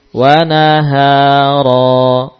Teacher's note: tanwin dibuang nunnya ya. Tinggal harokat satu yang dipakai dan kemudian alifnya pun memanjangkan fathah tersebut. · Term: mad aywad